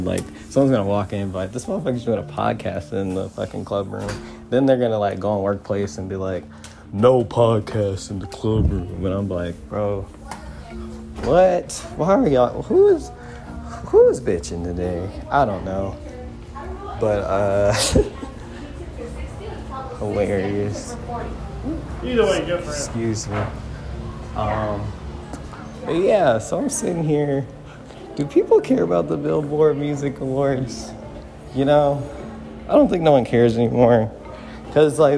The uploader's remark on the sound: LIVE FROM TOPGOLF